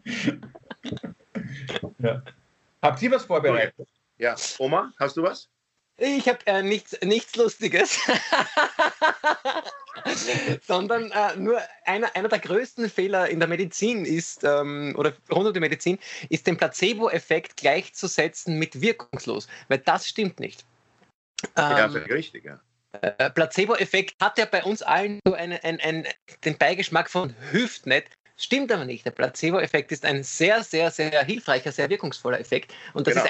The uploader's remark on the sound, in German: Aufzeichnung einer ZOOM Session vom Montag, 25. Weil das aktuell nicht möglich ist, finden sie ihr Publikum, indem sie einander via Skype am Abend beim Reden zusehen.